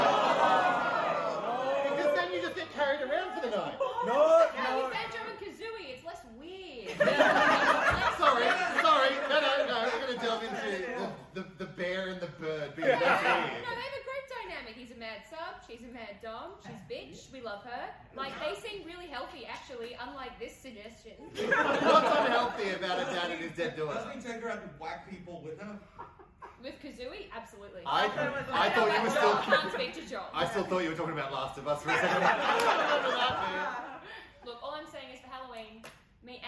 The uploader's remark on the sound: PAX AUS 2022 Live Panel